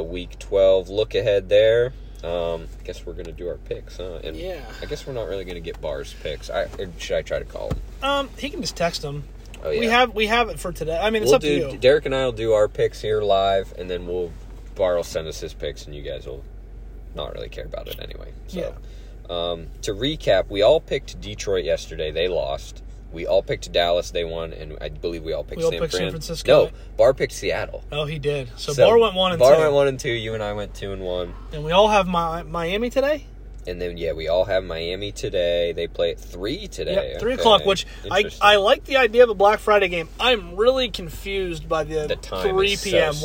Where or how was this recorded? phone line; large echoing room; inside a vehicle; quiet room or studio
inside a vehicle